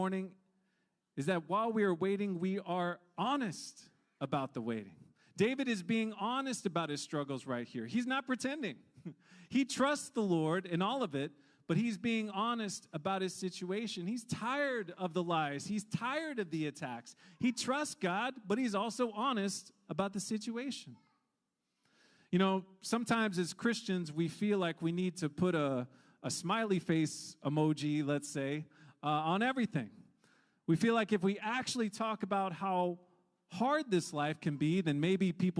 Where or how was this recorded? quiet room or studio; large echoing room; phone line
large echoing room